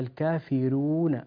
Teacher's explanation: ورش يقرأها هكذا الكافرون بترقيق الراء، ثانيا أنت قللت في الكاف وهذا لا يصح، قلت الكافرون، لا يصح.